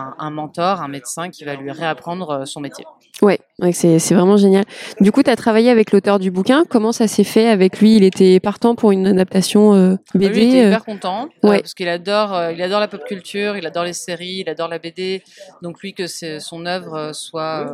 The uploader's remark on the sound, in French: Nouvelle rencontre lors du festival de BD Quai des Bulles.